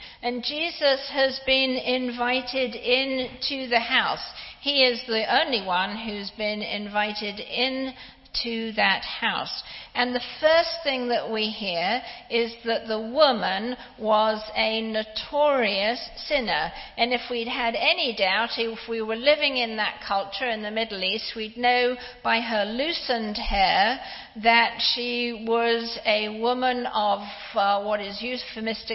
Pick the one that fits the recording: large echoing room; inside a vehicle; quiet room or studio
large echoing room